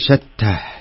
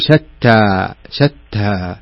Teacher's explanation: تثبت الألف يعني تعطيها حقها من المد الطبيعي حركتين · Shown in: second take